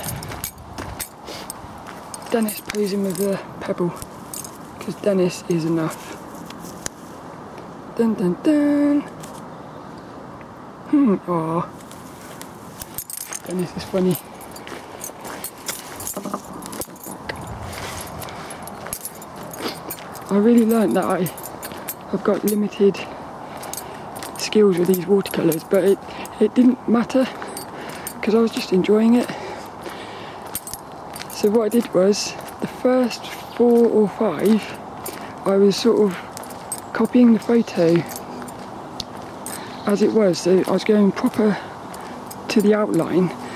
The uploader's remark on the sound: I recorded this one down Saltrum, the local woods, and not only were quite a few people were out walking their lil doggies which makes for some fun social moments. I had all my camera settings wrong.